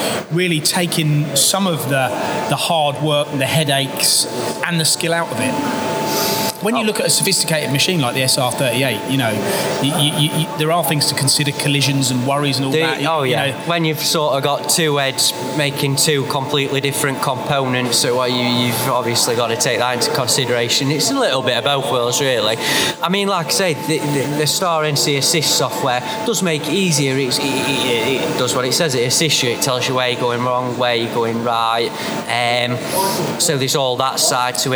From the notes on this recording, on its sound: Recorded at Star GB's recent open house event in Derby. The showroom at Star GB's UK head quarters.